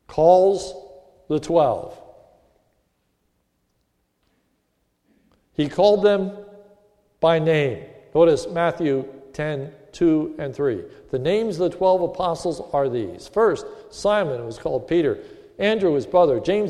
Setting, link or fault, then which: setting, large echoing room